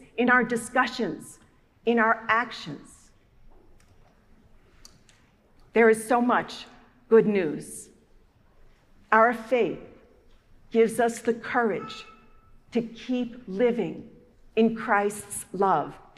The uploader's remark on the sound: preached at our celebration of Holy Eucharist and Holy Baptism on the Day of Pentecost.